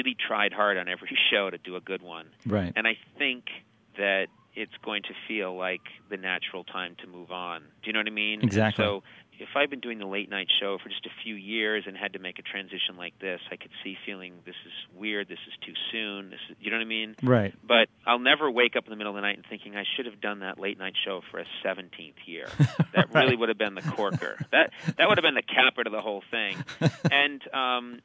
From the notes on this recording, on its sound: phoned up the TV Talk Machine